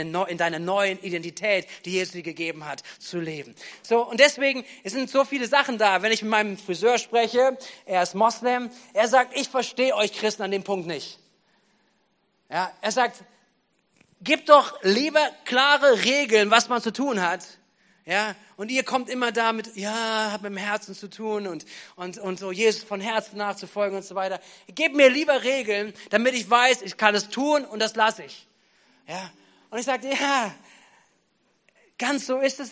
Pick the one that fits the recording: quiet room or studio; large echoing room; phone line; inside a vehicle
large echoing room